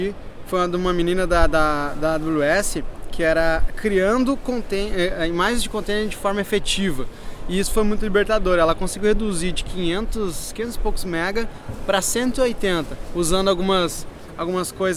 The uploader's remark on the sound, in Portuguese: Saõ Francisco – USA, para participar da maior conferência sobre Docker do mundo! Gravado no meio da efervescência do evento.